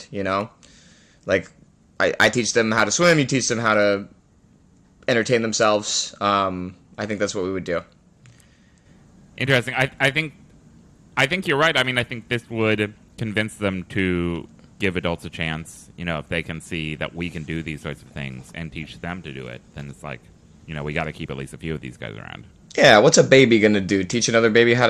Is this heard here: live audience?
no